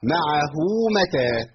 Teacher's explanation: محتاج اصل ضمه الهاء بواو · Term: واو الصلة